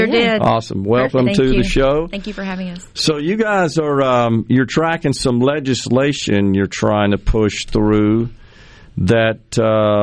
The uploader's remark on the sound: joins the conversation by phone